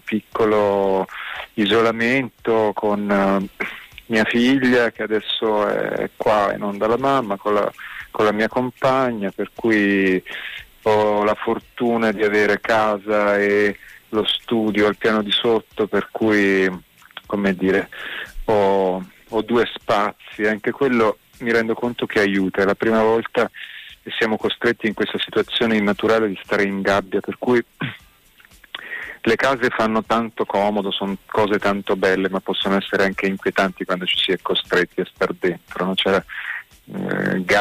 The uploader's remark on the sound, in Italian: live dai nostri studi in collegamento telefonico